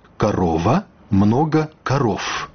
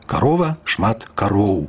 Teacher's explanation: Па-беларуску не так. Гук «в» у беларускай мове часцей вымаўляецца толькі губамі, ён санорны, не пераходзіць у «ф». · Shown in: second take · Звонкасць захоўваецца.